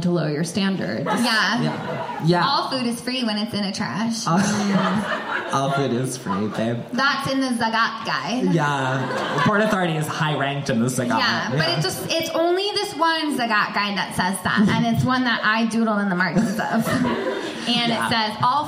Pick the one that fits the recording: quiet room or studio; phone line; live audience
live audience